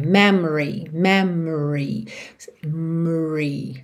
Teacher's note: Atenção que esse O é praticamente mudo